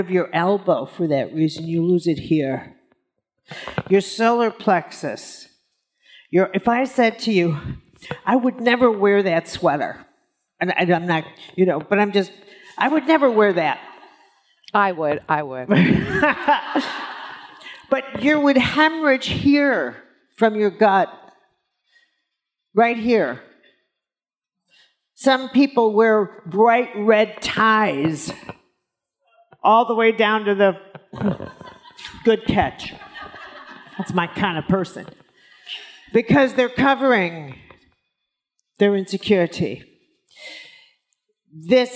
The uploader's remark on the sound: on stage at In goop Health